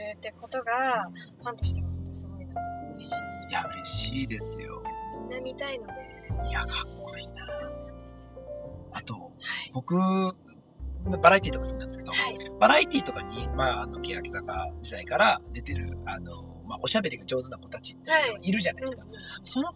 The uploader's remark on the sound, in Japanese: 今回は録音環境が悪くOPは別撮りしました。